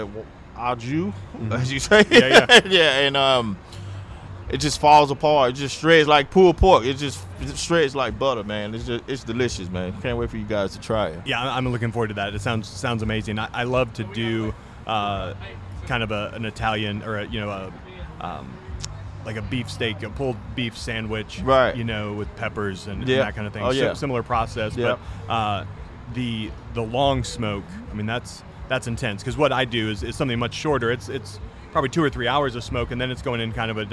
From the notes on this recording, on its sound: live from BBQ Love Fest in Tampa